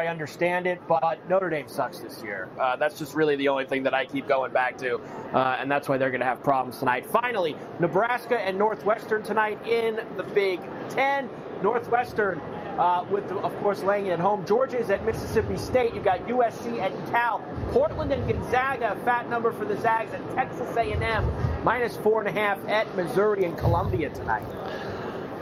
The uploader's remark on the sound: Live From Radio Row in Las Vegas!